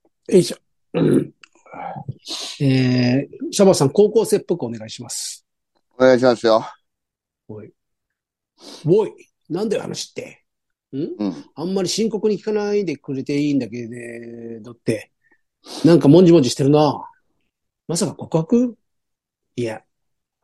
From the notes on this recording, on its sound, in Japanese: ZOOMで収録